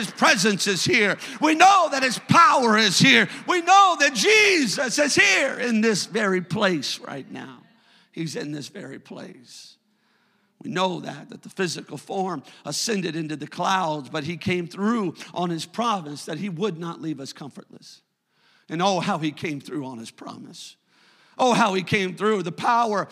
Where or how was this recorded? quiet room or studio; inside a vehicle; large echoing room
large echoing room